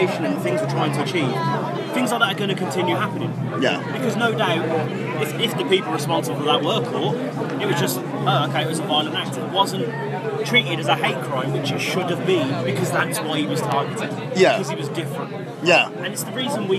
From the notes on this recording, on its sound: From our 'Live from 2000 Trees 2023' series.